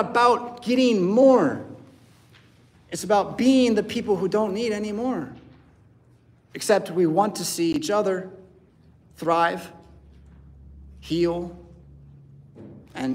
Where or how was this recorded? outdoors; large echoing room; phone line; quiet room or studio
large echoing room